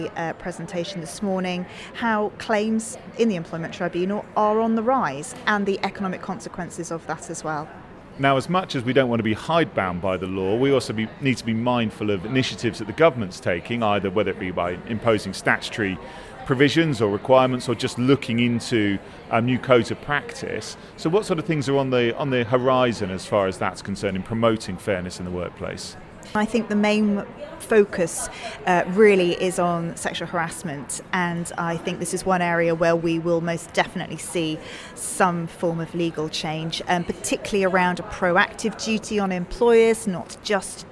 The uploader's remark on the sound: This podcast was recorded live from Boyes Turner’s HR Conference. In London.